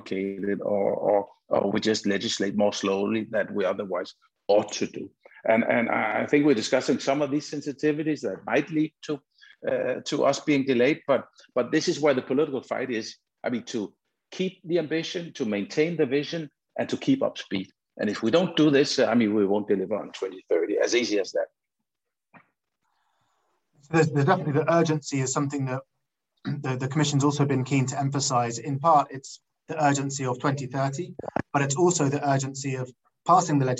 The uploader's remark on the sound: Is a recording of one of our digital events.